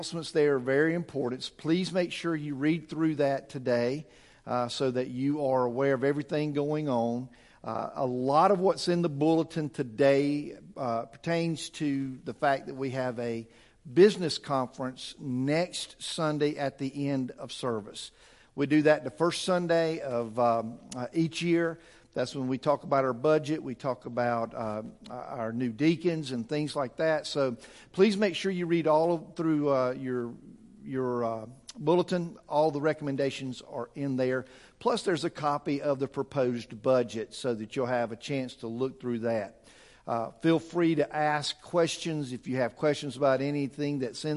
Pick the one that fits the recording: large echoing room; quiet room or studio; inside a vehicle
large echoing room